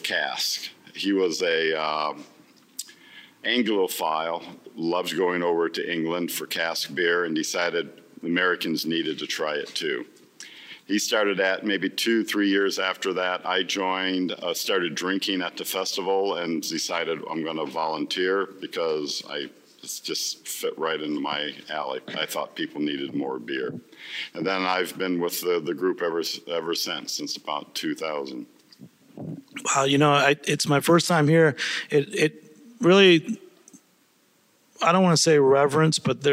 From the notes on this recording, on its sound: back in the field, this time at New England Real Ale eXhibition ( NERAX ) in Boston!